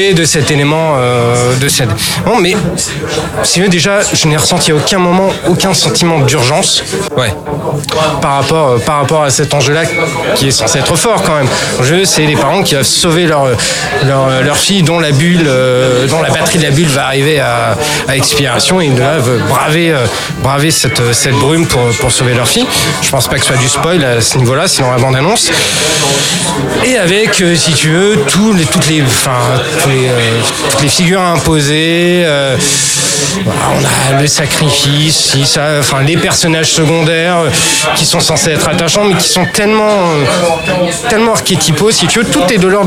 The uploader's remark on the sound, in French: Enregistré au Hurling pub (8 Rue Descartes, 75005 Paris), le samedi 14 avril 2018.